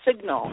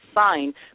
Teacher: you hear that G, that phoneme G, in signal, but you don't hear it in sign